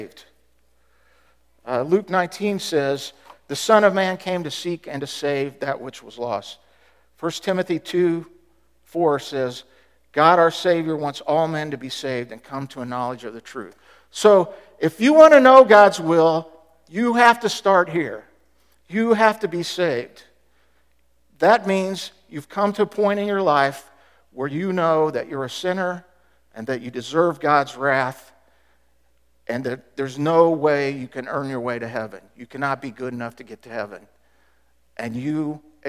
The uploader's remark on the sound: Was recorded at The Calling Community Church located in Platte City, Missouri. Services are held at 10:30 AM in the Platte County High School School Auditorium.